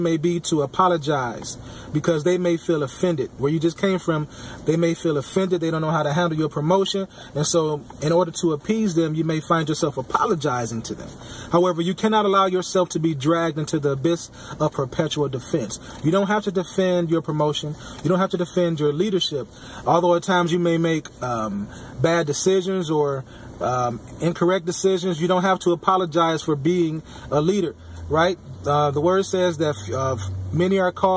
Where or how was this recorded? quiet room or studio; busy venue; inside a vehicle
inside a vehicle